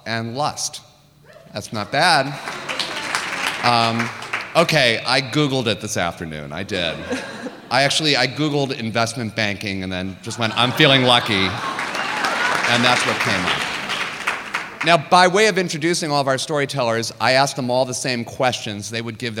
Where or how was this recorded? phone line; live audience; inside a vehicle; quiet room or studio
live audience